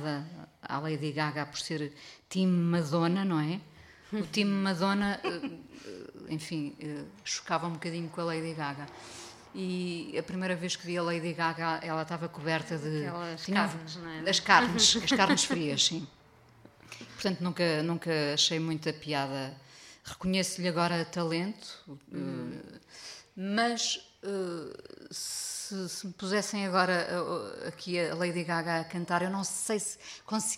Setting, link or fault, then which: setting, live audience